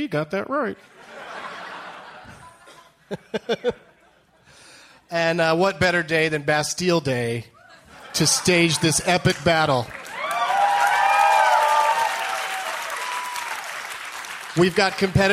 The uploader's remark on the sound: Recorded live at Largo at the Coronet in Los Angeles, California on July 14th, 2013.